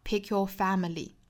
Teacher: pick yourfamily。一般在英语里面这个语调呢，比如说数东西的时候 1, 2, 3, 4最后的这个 4会做降调，那这个语调其实跟我们说到这个 1, 2, 3,4 是很类似的，所以我们在读这句话的时候可以前面的三个都做一个升调，最后的 pick your family 这个 family 做一个降调也是可以的